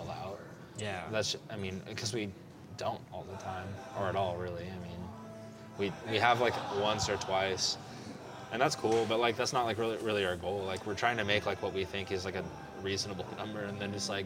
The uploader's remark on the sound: Recorded on 2-25-2020 at The Public House